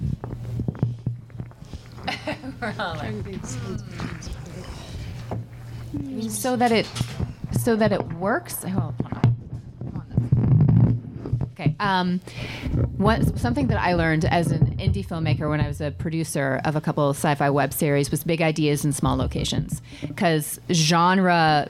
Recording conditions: busy venue